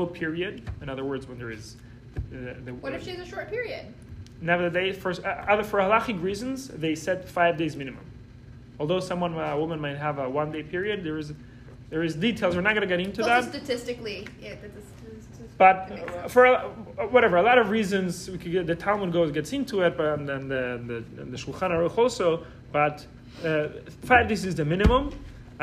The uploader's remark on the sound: This episode is a recording of Lesson 3 of the Wednesday Night Torah class at YJP, a JLI course about relationships, marriage, and intimacy.